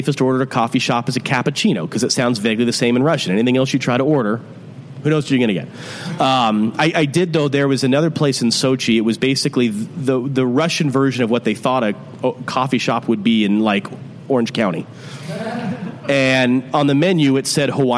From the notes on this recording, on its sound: at Civic Taproom in Portland